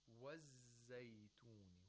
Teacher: We hold the zay a little bit. We spend more time pronouncing the zay. It's weak fricative, because it's a weak fricative.